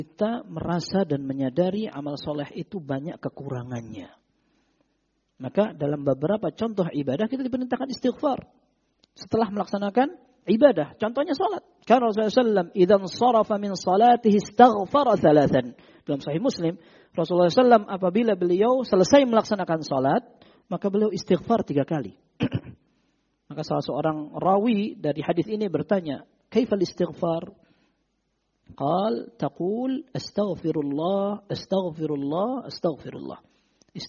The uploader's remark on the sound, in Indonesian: Rekaman Audio Kajian Tematik. Kajian di masjid Mu'adz bin Jabal.